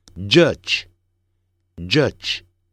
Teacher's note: 如果是 J 这个音在尾音的时候念成几，但是是没有声音的